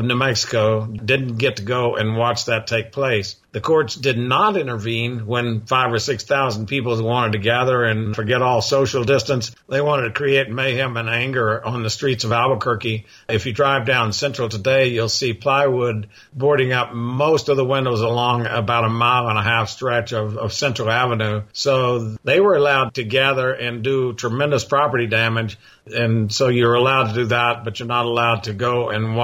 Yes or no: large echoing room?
no